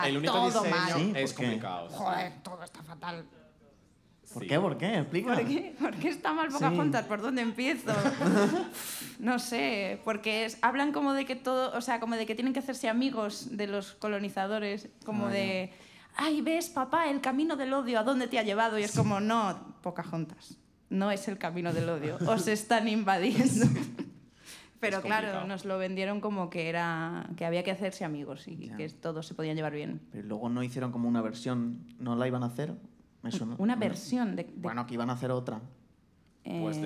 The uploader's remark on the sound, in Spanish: el programa que grabamos en el festival Soy Meme